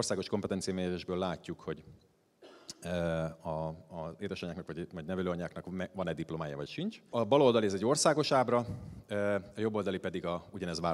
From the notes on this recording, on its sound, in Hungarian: a hatodik Qubit Live-on tartott előadásában